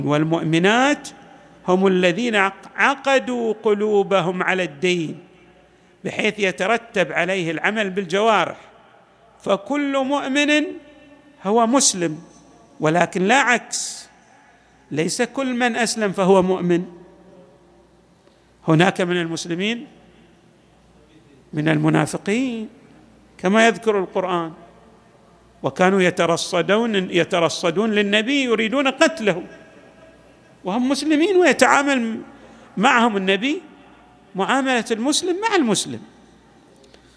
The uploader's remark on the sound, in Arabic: تسجيلات جامع الامام علي عليه السلام الاحساء المبرز